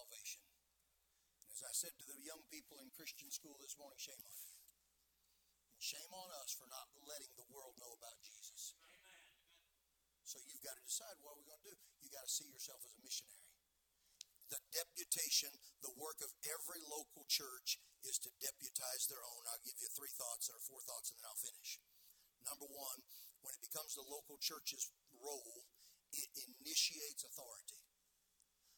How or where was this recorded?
large echoing room